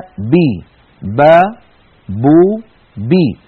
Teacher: الباء العربية كما مر الآن مجهورة شديدة فلا يجري معها نفس، بينما بي هي من نفس المخرج من الشفتين ولكن معها نفس، والعرب لا تنطق الباء كذلك.